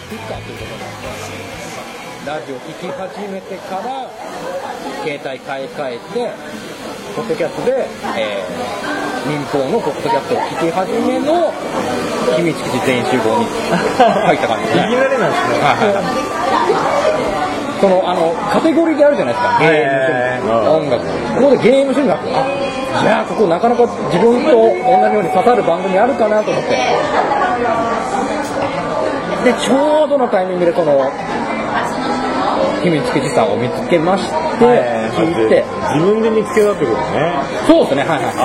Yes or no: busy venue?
yes